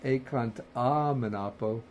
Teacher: it's combining the two A's to make the long A